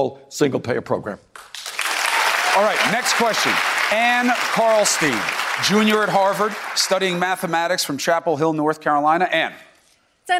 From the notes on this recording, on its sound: during a live town hall